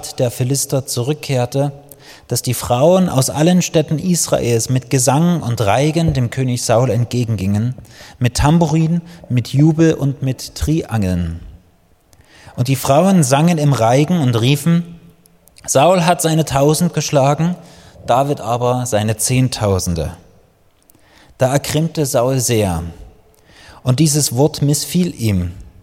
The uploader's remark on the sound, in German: Die Predigt ist aus dem Gottesdienst vom 22.